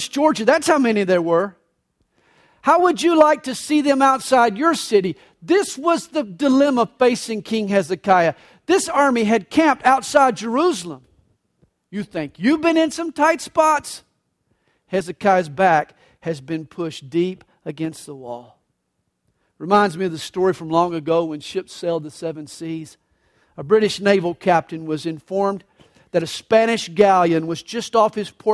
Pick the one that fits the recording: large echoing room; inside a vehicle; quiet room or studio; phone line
large echoing room